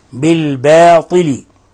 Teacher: ونلاحظ كيف رققنا الباء والألف وفخمنا الطاء